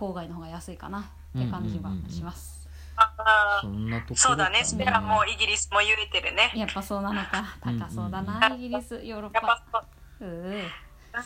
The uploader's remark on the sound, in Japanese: LINE電話でのやりとりなので、声が遅れたり音質が悪いことがありますので、ご了承ください。